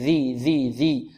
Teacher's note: يومئذ عندنا فيها ذا المعجمة، ذا المعجمة أي منقوطة تخرج من طرف اللسان مع طرف الثنايا العليا